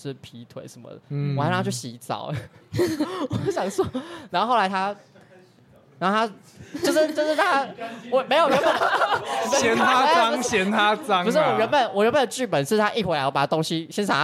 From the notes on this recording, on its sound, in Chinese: 跟你鬥陣Live Podcast。現場揪出觀眾席最強渣男！？在台南咖哩鬥陣舉行！沒想到現場參與的人居然有20多名！！現場抽題、現場發想，一組20-30分鐘上台直接錄音！